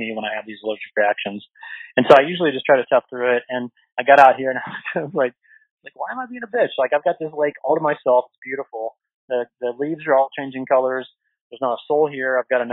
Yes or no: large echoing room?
no